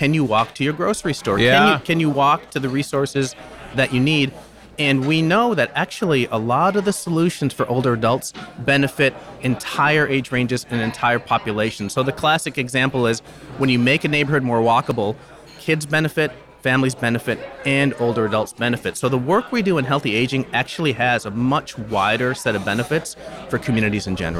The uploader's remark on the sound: we’ll be bringing you conversations from the Mackinac Policy Conference